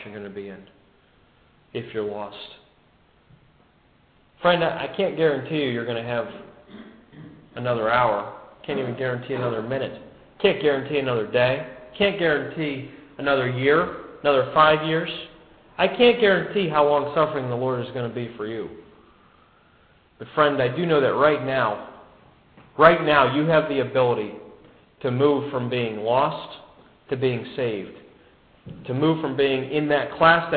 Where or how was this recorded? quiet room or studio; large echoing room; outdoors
large echoing room